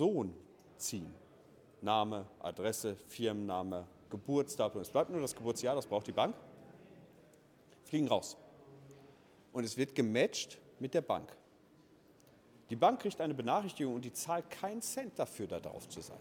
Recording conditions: live audience